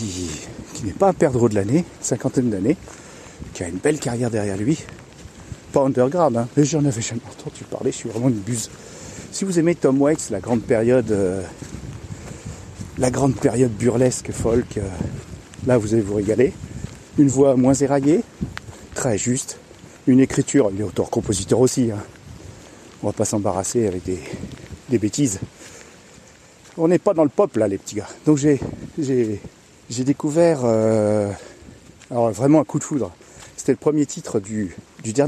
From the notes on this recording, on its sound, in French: Une autre façon d&#39;enregistrer du podcast : le street cast. Une autre façon d'enregistrer du podcast : le street cast.